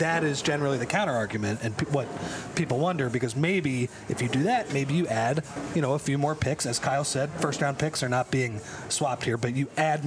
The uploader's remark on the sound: LIVE from The Chicken or the Egg in Marlton, NJ.